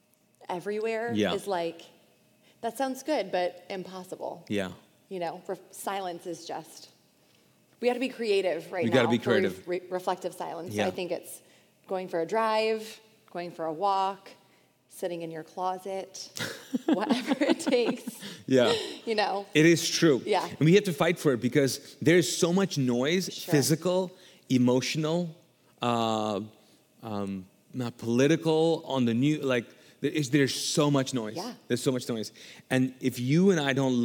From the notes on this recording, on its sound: This podcast was recorded live from the Mosaic Church "Hope Center" in Charlotte North Carolina.